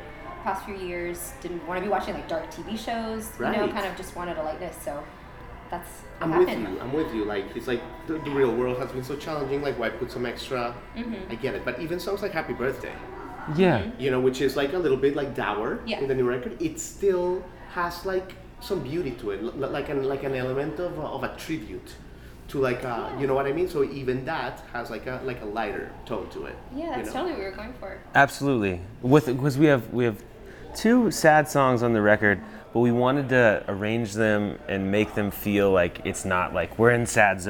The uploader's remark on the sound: Live from SXSW 2022. Live from their home city of Austin, Texas.